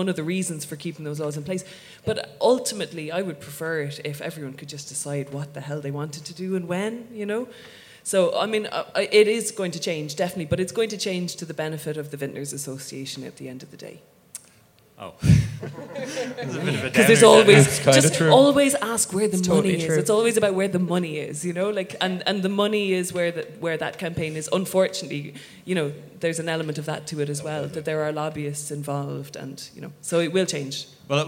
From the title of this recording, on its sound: Live at It Takes A Village 2019